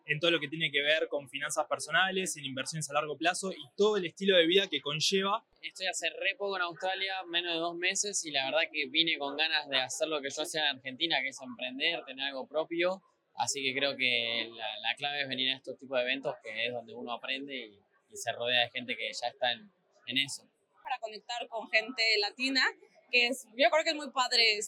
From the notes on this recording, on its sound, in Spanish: Este podcast fue grabado en uno de nuestros últimos eventos en Sydney.